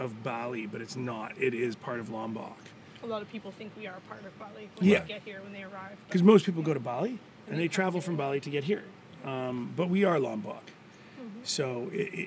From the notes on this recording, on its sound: Gili Trawangan, Bali. The audio is a bit funny today, because we did the interview actually in the bar (complete with neat rum all round!).